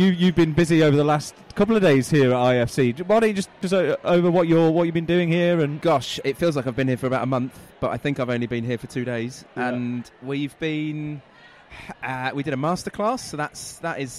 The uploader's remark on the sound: Live from IFC